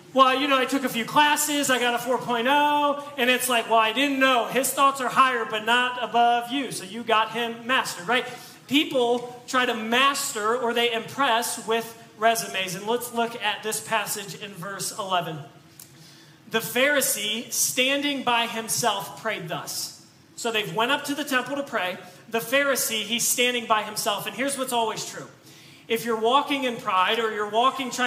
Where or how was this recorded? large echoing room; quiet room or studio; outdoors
large echoing room